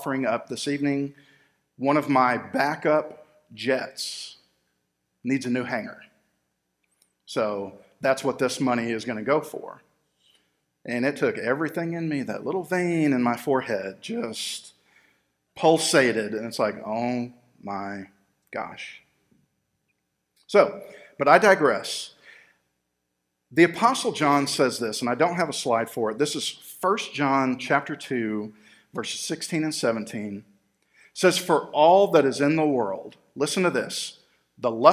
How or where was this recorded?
large echoing room